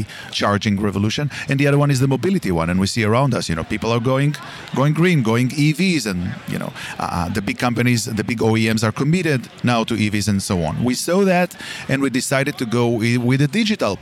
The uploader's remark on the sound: This episode was recorded on location at MOVE America 2023.